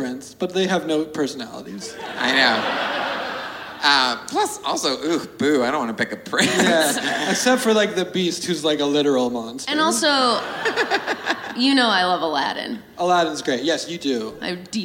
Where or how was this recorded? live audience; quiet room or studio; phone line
live audience